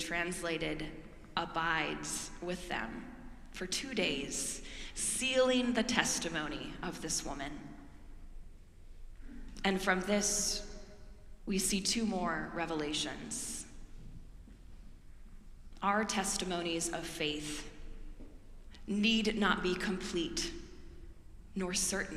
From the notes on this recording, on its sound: Preached at our celebration of the Holy Eucharist on the Third Sunday in Lent.